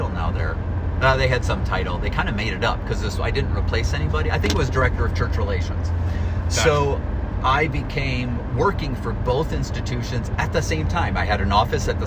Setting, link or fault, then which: setting, inside a vehicle